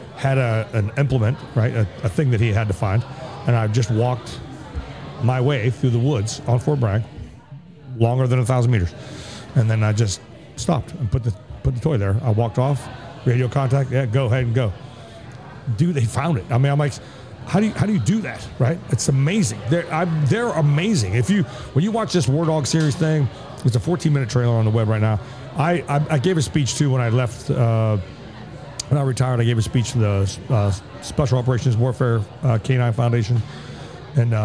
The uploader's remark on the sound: This episode that was taped at Line Creek Brewing Co. In Fayetteville, GA.